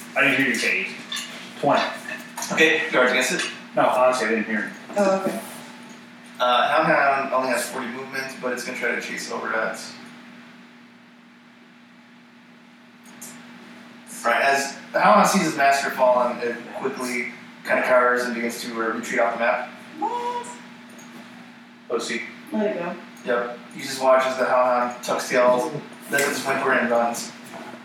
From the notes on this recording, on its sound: due to an audio malfunction the recording of this episode is very poor.